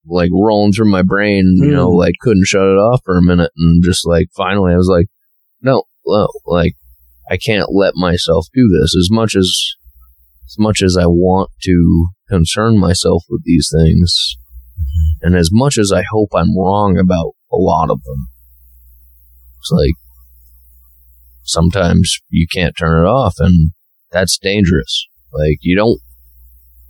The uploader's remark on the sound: This episode was recorded in early August of 2023 when we were still working out the audio kinks for quality sound. Apologies for the poor sound quality.